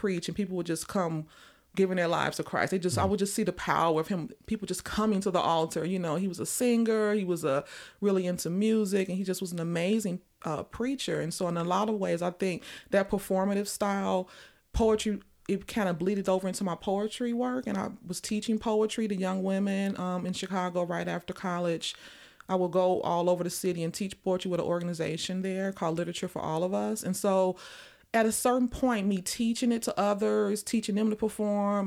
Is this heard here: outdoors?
no